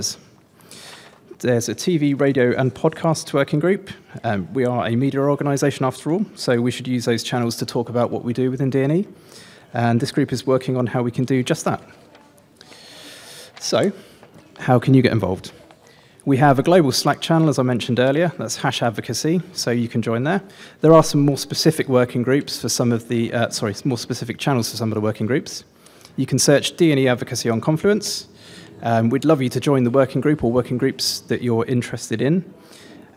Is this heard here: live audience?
yes